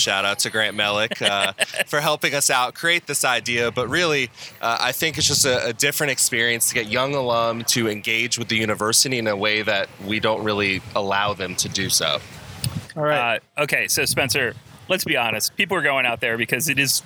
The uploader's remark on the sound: Record the latest edition of the Bulluminati Podcast live at the Patio with two very special guests. For everyone who came out to hang out with us.